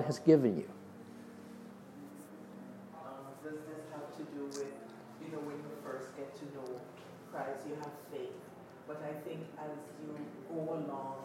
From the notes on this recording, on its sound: during the adult Sunday School class at Oakridge Bible Chapel